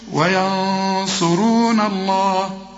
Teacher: هنا الغنة مفخمة لأنها جنب الصاد